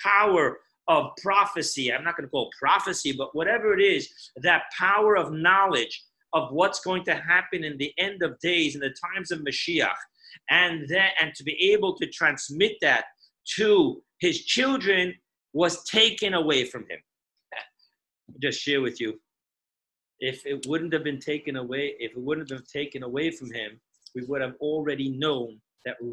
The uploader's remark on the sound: Zoom Parsha Class.